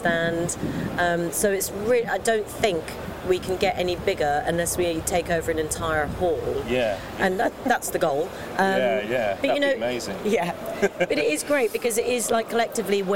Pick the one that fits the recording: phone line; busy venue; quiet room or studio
busy venue